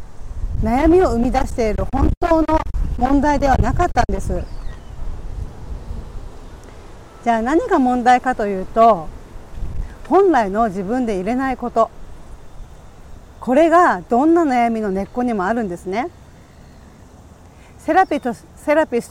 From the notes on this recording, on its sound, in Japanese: 強風で、途中、風の音で音声が悪くなってしまい、すいません